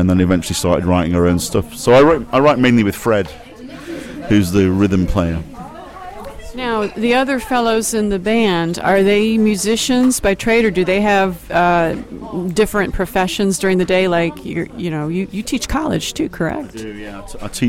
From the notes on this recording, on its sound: at a restaurant, shortly before the band’s gig at Sebright Arms